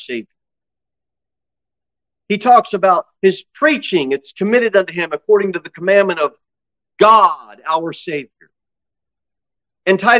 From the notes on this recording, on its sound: Sermon delivered at Pilgrim Baptist Church. Jere Whitson Rd. Cookeville, TN 38501.